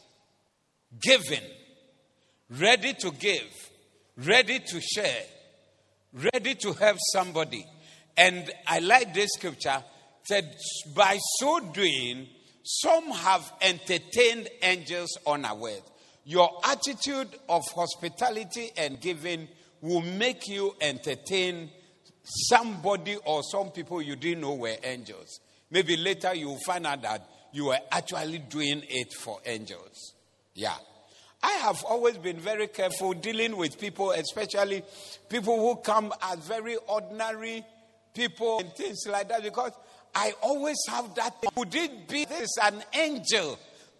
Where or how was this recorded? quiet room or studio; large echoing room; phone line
large echoing room